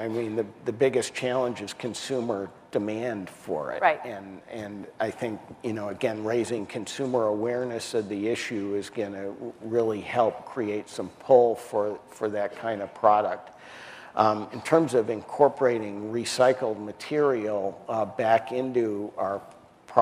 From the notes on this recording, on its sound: The best of live interviews from GreenBiz events.